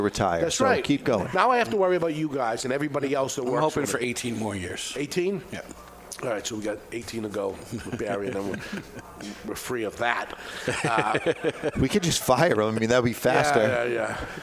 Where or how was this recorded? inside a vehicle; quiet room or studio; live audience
live audience